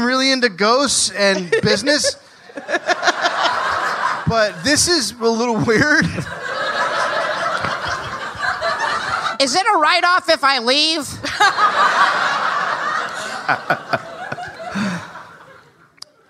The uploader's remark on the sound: Live in Austin